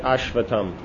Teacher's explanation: You have them both. So the S becomes an unaspirated T.